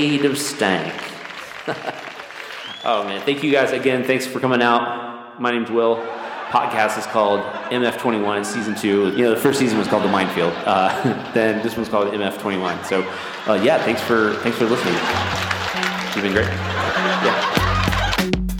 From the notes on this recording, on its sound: ParaPandemic Live Comedy Experiment! Live from MF21: Stand Up Comedy.